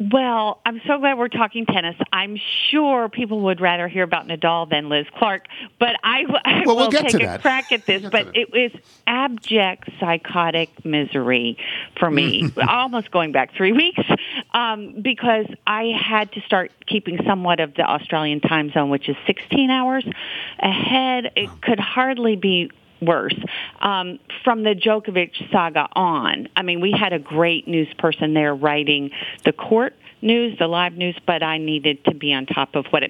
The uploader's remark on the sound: Calls in to give his thoughts on the Bengals and Rams moving on the the Super Bowl. Phones.